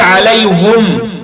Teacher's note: إذا وقف على كلمة عليهم يقف بضم الهاء، يقول عليهم.